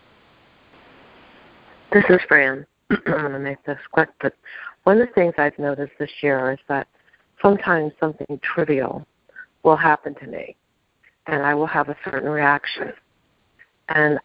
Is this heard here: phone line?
yes